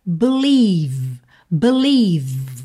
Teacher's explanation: Nem e, é a, b, b. E esse ie do meio aí, esse encontro vocálico, vai soar i, gordinho mesmo, recheado, tá? Então vamos ter believe, believe, terminando o som no v, ok?